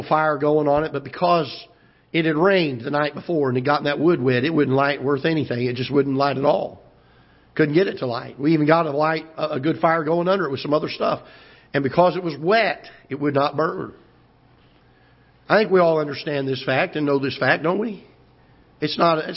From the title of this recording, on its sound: Ketha Heights Baptist Church ~ Live Broadcast